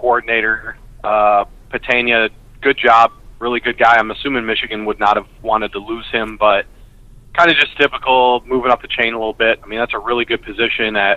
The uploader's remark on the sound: Sorry for the audio quality on the call. The Skype gremlins were at work.